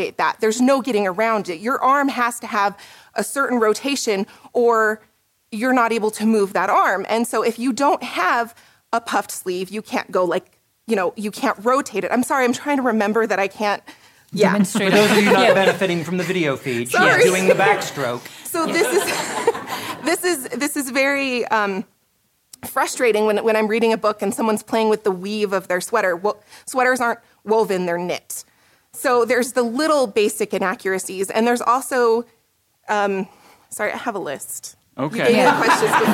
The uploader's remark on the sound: joined us on stage at LTUE